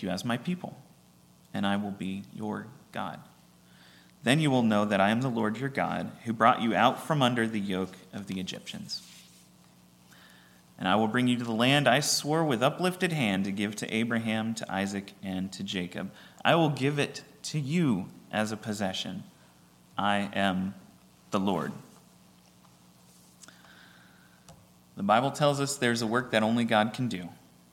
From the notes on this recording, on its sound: at Ringgold Seventh-day Adventist Church